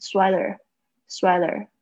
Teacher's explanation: 因为呢它夹在两个 vowel，就是元音之间。Sweater 它有一个潜规则，会浊化变成好像 l 这样的声音。